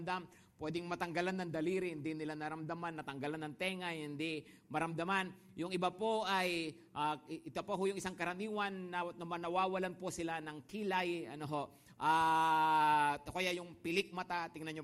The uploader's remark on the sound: Preached last August 6, 2023, at Grace Testament Church's 5pm worship.